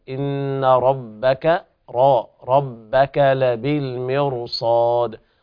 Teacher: النون حرف أغن مشدد، يغني مقدار حركتين، إن ربك ربك لبالمرصاد، والراء هنا تفخم لوقوع الصاد بعدها، وبعدها حرف طبعا الصاد من حروف الإطباق والاستعلاء، فتفخم الراء لأجل وقوع الصاد بعدها والوقف على الدال بالقلقلة.